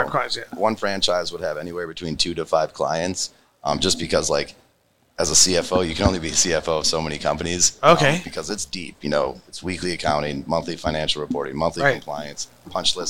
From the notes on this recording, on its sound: Recorded at MJUnpacked NYC